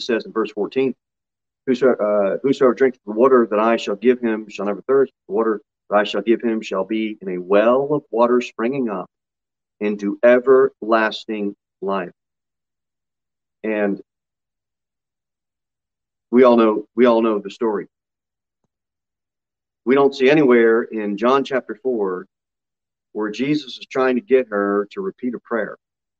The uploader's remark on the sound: Sermon delivered at Pilgrim Baptist Church on Sunday, May 22, 2022 at 6 pm.